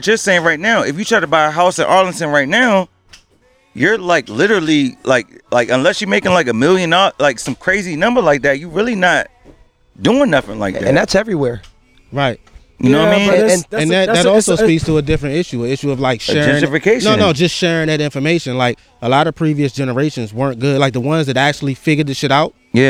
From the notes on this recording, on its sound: Today’s episode the guys are recording live from the block party in the hood!